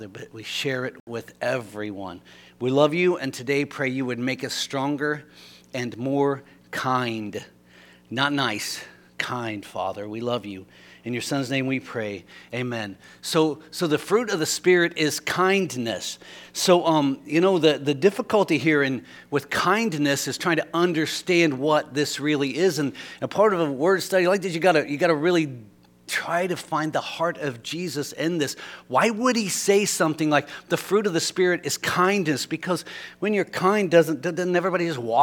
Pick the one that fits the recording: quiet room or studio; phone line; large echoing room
large echoing room